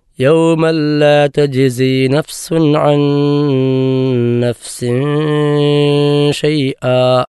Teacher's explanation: യൗമൻ ലാ തജ്സി എന്നിടത്ത് അവിടെ മണിക്കാനേ പാടില്ല. യൗമൻ ലാ എന്ന് അത് ആ നിലക്ക് അവിടെ തൻവീൻ കേൾക്കാനേ പാടില്ല. നിദാവും ബിലാഗുന്ന എന്നാണ് അവിടെ നിയമം പറയാം.